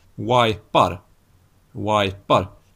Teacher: Det är dels det här att vi har bytt ut diftongen ej mot diftongen aj. Och sen har vi bytt ut den labiodentala frikativan v mot den bilabiala approximanten w.